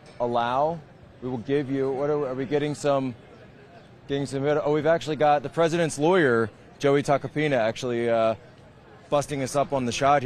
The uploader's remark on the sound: Live on the scene in New York City. From the protests at Collect Pond Park.